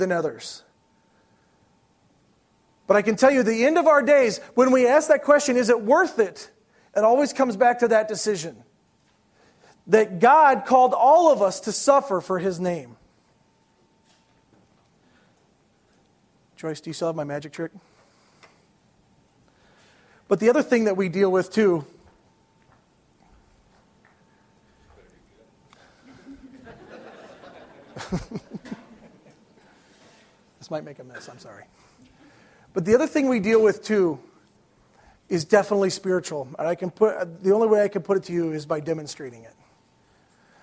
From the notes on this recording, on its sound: These messages were preached at Valleybrook Community Church meeting at Blackberry Creek Elementary School in Elburn, IL